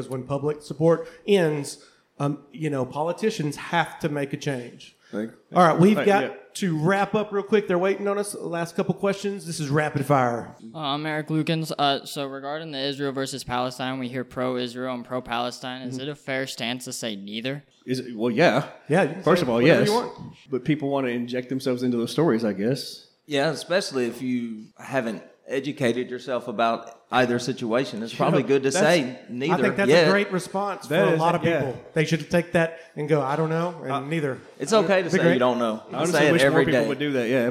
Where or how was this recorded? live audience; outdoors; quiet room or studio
live audience